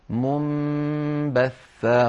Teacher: المثال الثالث منبثة، فوضعت اللجنة فوق النون الساكنة ميما صغيرة دلالة على أن على القارئ أن يقلب هذه النون إلى ميم ثم ينطق الميم مخفاة بالباء التي بعدها كما أسلفت. إذن هنا دلالة الإقلاب.